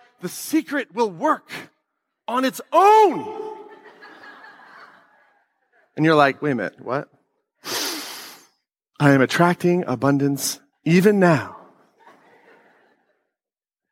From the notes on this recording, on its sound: This week I’m sharing a clip from the last Claim Your Power Live.